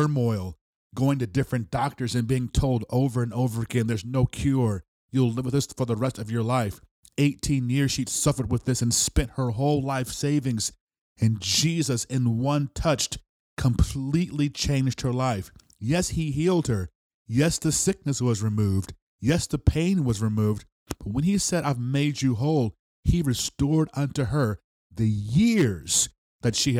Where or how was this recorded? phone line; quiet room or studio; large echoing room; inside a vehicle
quiet room or studio